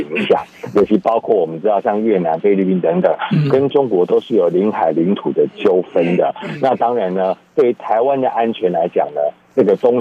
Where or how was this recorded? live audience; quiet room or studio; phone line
phone line